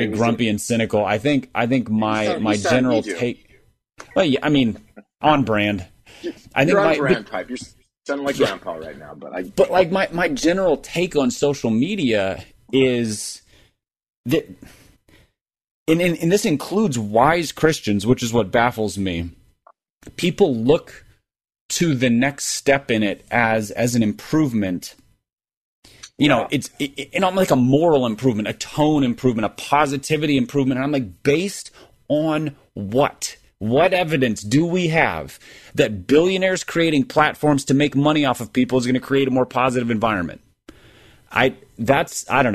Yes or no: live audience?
no